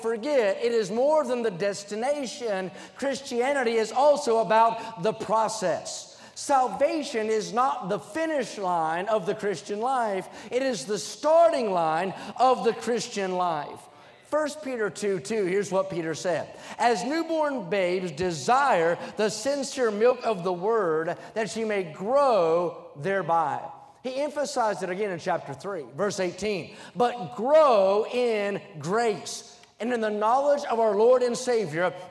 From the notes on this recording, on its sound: during the Wednesday Evening service on April 5, 2023, at North Valley Baptist Church in Santa Clara, California.